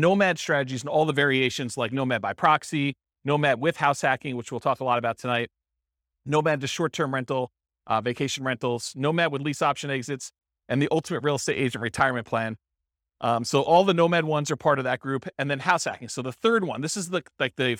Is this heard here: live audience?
yes